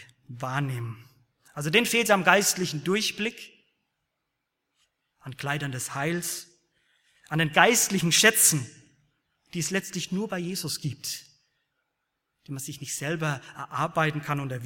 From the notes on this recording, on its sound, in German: Aus dem Gottesdienst der Liebenzeller Mission.